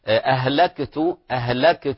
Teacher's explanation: ليست قلقلة وإنما همس همس صوت خفيف